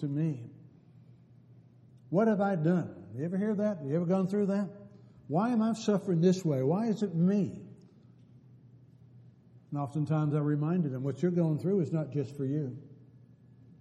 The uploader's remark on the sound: Downtown Church Of Christ Audio Sermon